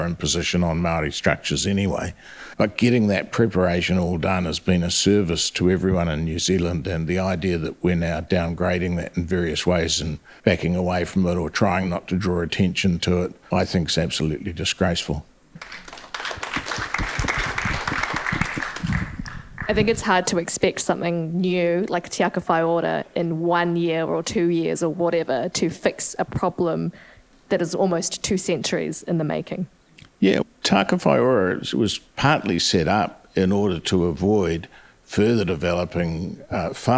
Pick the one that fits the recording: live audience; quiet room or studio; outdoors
live audience